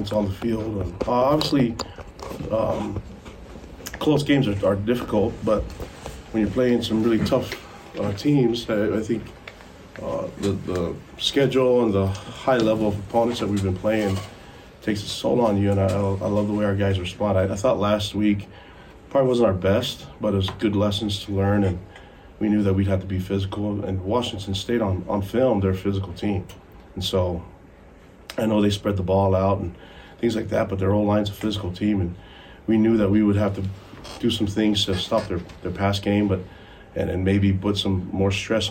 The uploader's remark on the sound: Postgame Press Conference